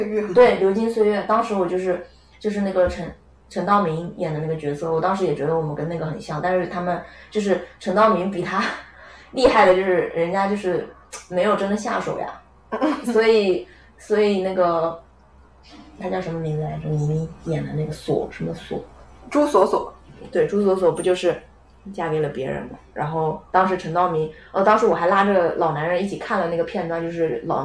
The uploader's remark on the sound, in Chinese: 本期录制现场有一只异常活跃的柴，所以你会听到它的脚步声